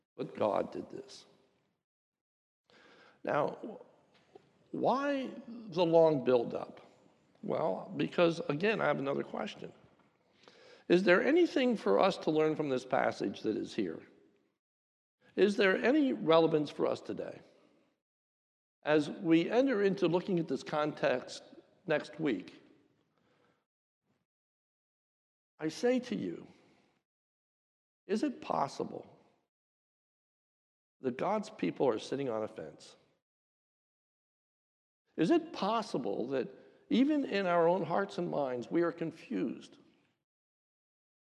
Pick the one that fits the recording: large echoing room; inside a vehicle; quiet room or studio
large echoing room